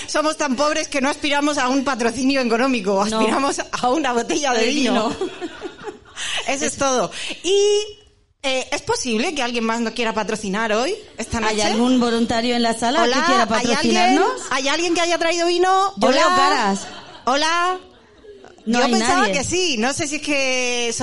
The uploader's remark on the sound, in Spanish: Live Show La Madriguera. En la sala La Madriguera. Nuestro primer podcast en directo con público que ha pagado por ver como hablamos. Vinieron y se quedaron hasta el final.